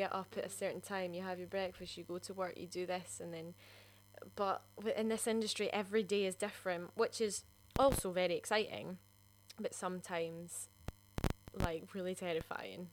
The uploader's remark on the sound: We apologise for the inconsistency of the sound quality in this episode.